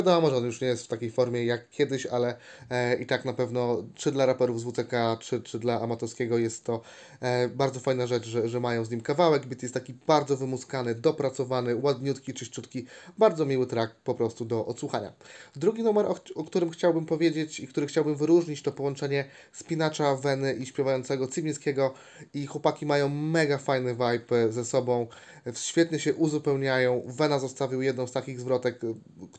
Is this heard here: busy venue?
no